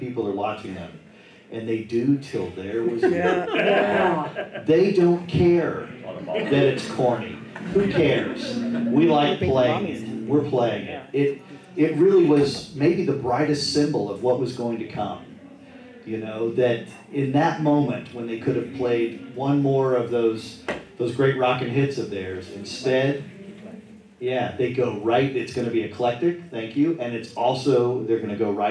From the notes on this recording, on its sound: The special Talk More Talk panel features the popular "Wrack Our Brains" game in front of a live audience. Fields questions from the audience.